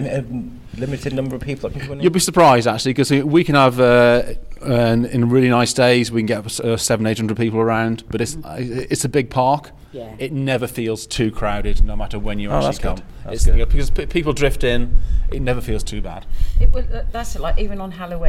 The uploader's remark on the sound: Recording a podcast at the top of the Monument in Hawkstone Park Follies. Come to you from 100ft in the air. Then the last bit of audio was recorded inside the visually stunning caves.